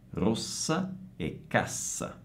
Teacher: mentre con la S doppia abbiamo una S sorda, rossa e cassa